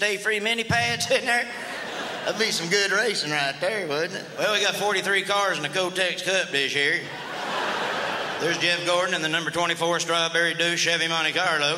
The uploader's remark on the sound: brings his redneck style to the 2002 Just for Laughs Festival in Montreal